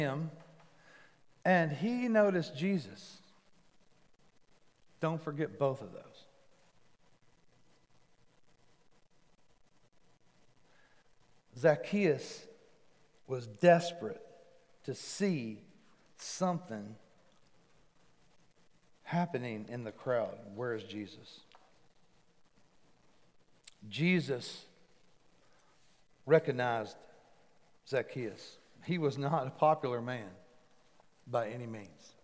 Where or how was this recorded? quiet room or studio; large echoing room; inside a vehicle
large echoing room